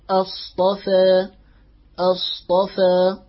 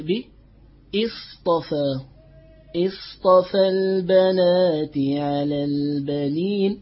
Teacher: وإذا ابتدأنا لورش وحفص نبدأ بهمزة القطع أصطفى أصطفى، وإذا ابتدأنا لأبي جعفر والأصبهاني نبتدئ بإصطفى إصطفى